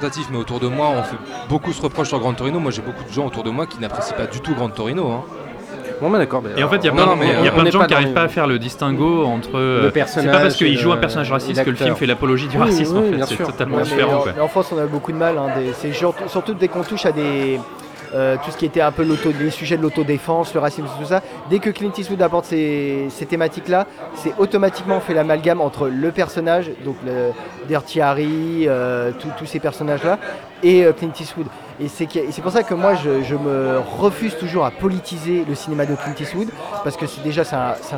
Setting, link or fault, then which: setting, busy venue